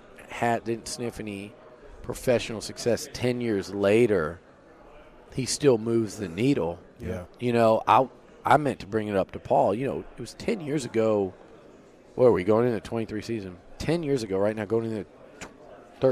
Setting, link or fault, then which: setting, busy venue